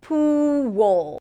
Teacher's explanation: That's what happens to the E sound before an L. When the dark L appears after a tense OO sound, then what happens is that we hear a W sound.